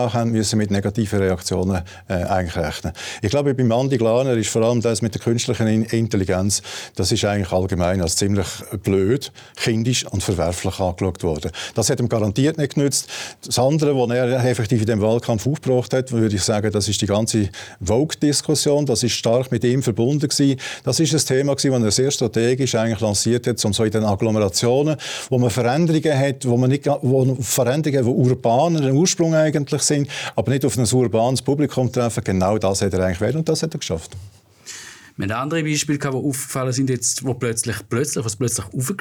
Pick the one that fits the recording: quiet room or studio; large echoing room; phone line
quiet room or studio